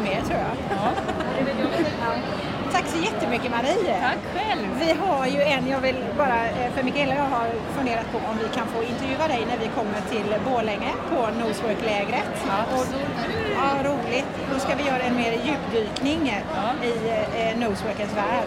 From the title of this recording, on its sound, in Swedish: Direkt från My Dog 2019